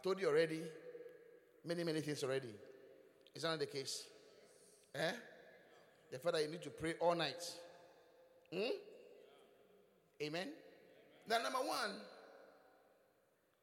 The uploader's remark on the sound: Preached at the Qodesh